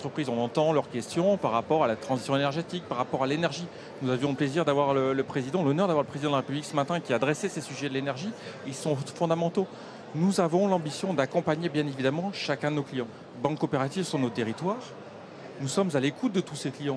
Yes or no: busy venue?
yes